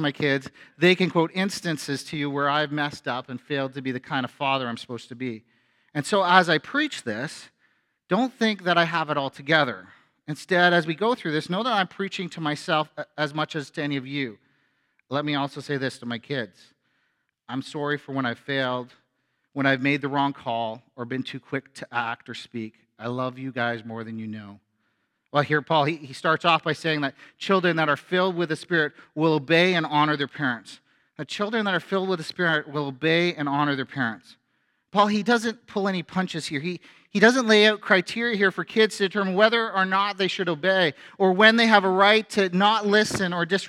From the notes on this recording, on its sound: A sermon from FBC Church in Cobourg,